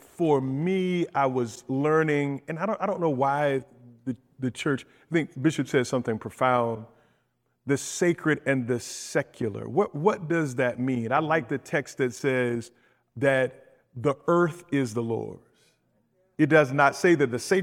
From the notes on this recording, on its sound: In this live recording at FTE's Christian Leadership Forum.